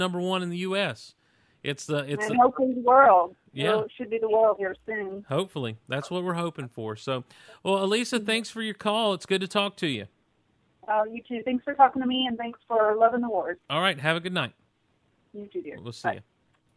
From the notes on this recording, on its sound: opens the mail bag and the phone lines